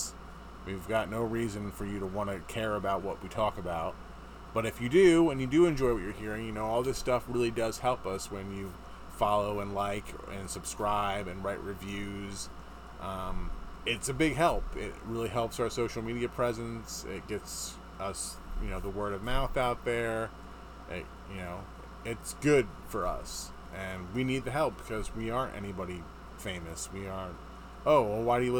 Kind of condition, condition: fault, sounds in the background